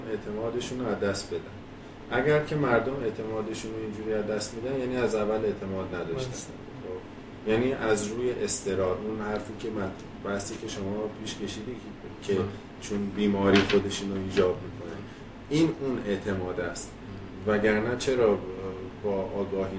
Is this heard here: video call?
no